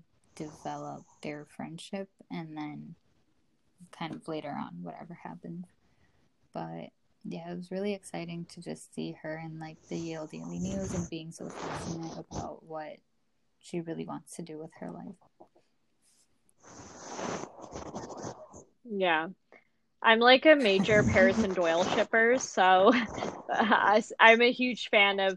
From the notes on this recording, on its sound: We're experiencing audio issues in the background of this episode